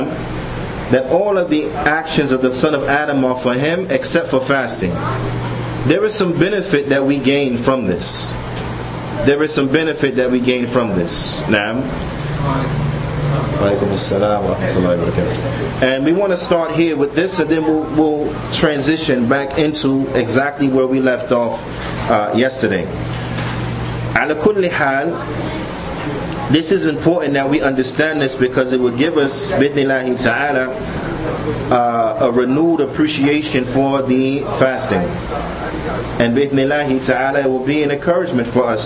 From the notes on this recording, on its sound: Lecture From The Benefits Of Ramadan Conference At Masjid Bani Adam, Newark, NJ